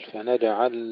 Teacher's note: العين الساكنة ننتبه ألا نقلقلها وإنما فيها سكر التوسط.